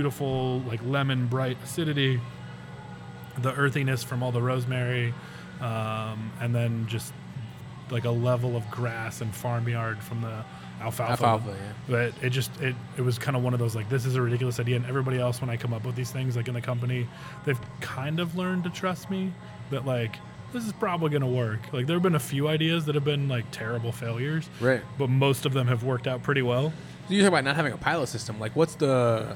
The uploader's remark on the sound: on location at Round Town Brewery